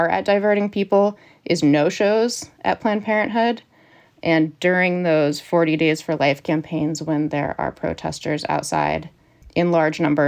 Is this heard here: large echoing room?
no